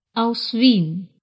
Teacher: В немецком названии города Вена, Wien, слышится долгий звук «и». Именно так читается буквосочетание «и-э».